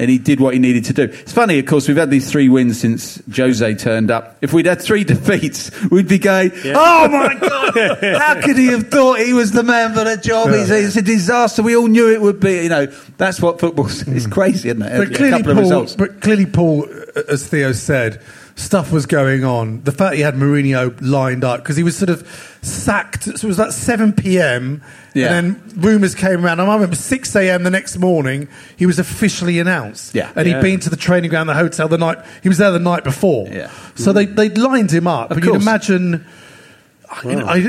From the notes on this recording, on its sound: LIVE from The 100 Club in Londons West end!